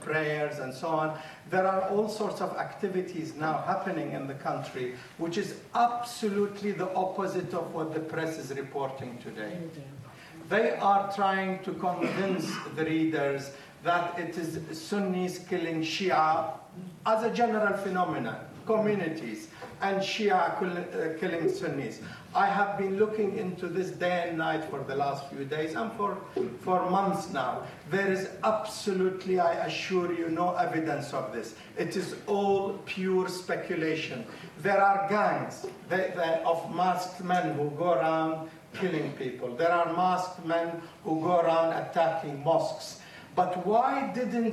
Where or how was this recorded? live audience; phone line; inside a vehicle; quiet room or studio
live audience